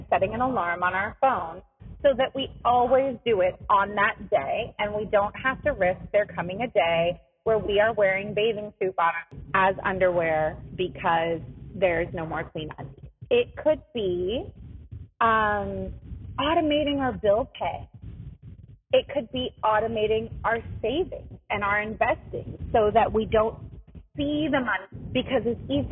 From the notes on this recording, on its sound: This episode has some rough audio quality